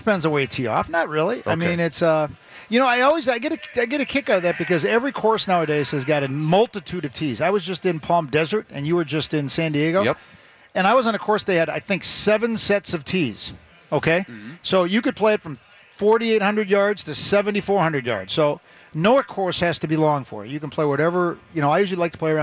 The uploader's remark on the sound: live from the Venture Bank Minnesota Golf Show